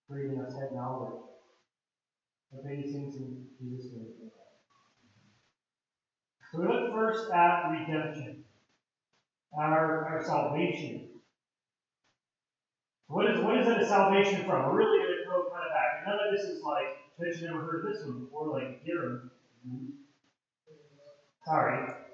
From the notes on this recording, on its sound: POOR AUDIO QUALITY